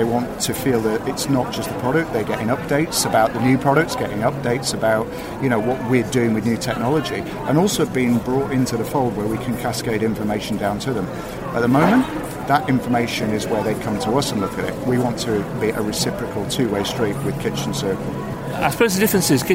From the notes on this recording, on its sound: This is the first of two special episodes of the show coming to you live from the NEC and kbb Birmingham 2022.